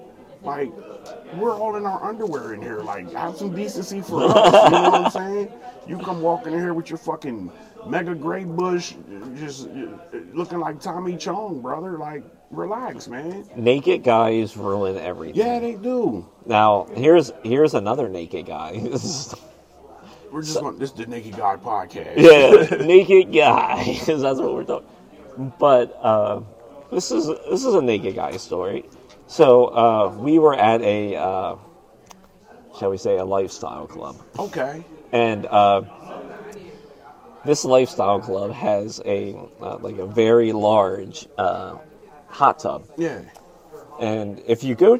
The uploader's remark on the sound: We recorded this Thursday 11/10/22 at the Comedy Zone before the mic.